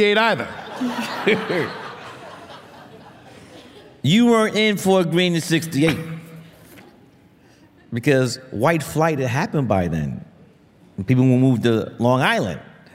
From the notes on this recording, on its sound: This affectionate, funny conversation was recorded in front of a live audience at the Tribeca Film Festival.